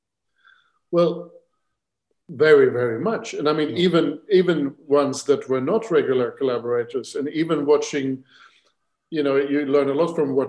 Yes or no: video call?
yes